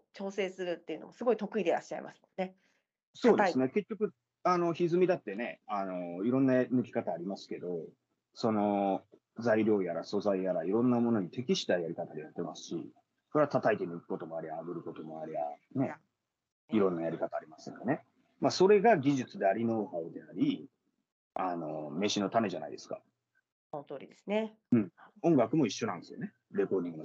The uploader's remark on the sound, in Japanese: teamsを用いてのオンライン収録のため、音声が聞き取りにくい部分がございます。ご了承ください。